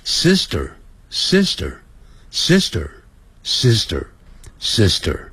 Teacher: at 二 at sit sistersister。Sister，因为那个 R 在字尾啊要卷舌的 Sister Sister SisterSister。好，千万不要念 Sister，虽然是 T 的音呢、啊，可是 S 在 S 后头啊，那个 T 又念成德，像德国的德的音